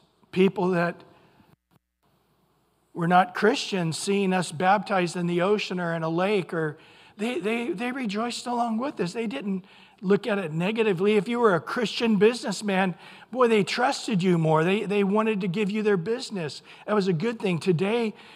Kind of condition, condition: setting, large echoing room